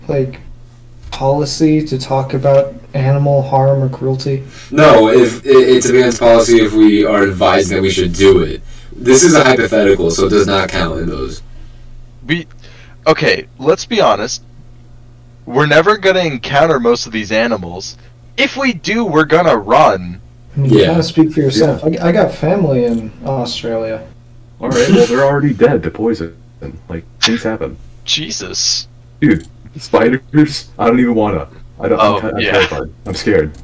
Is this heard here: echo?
yes